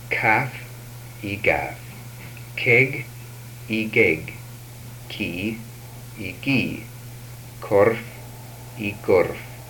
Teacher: These are voiced and voiceless velar stops.